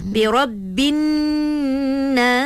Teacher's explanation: bila alif lam syamsiah, ni mesti akan ada dengung dekat situ sikit.